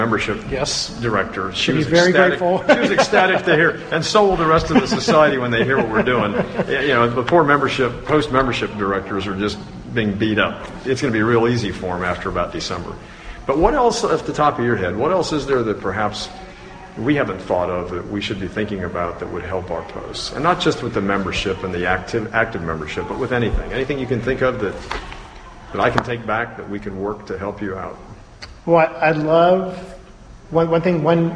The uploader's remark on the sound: live from the Sacramento Post Sustaining Members Forum at Travis AFB